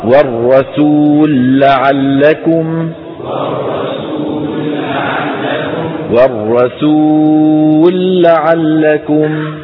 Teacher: نسكن اللام الأولى وندغمها في اللام الثانية